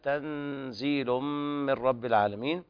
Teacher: إخفاء حقيقي لوقوع الزاي بعد النون الساكنة